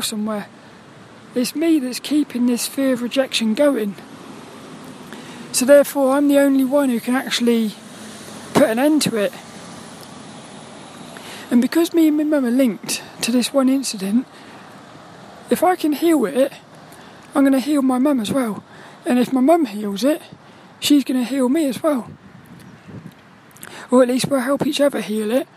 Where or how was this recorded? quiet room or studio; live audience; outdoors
outdoors